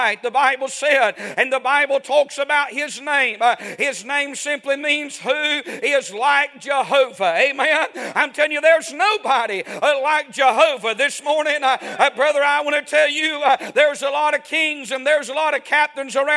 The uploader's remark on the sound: A sermon preached Sunday Morning